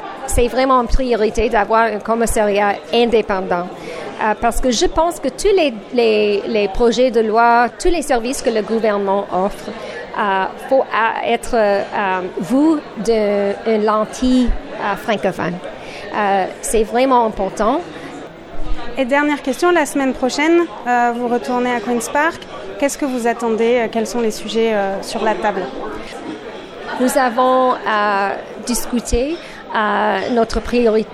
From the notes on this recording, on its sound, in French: S'adresse aux francophones du Club Canadien de Toronto. Le Club Canadien s’est offert une conférence de choix. Est venu dialoguer en français devant une audience curieuse, qui a pu lui poser un grand nombre de questions.